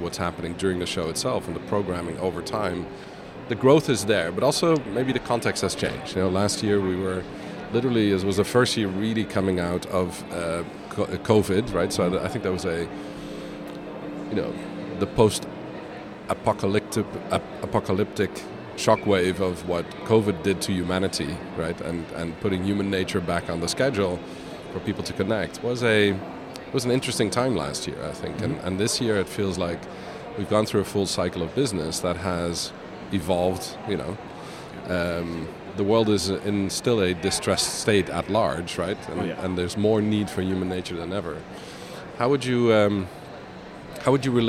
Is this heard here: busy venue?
yes